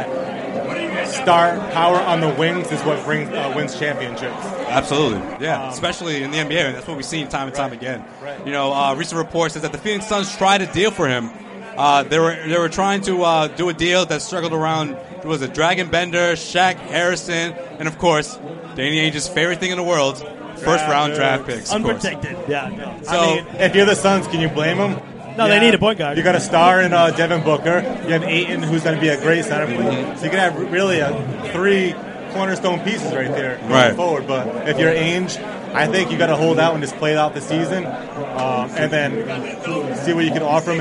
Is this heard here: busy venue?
yes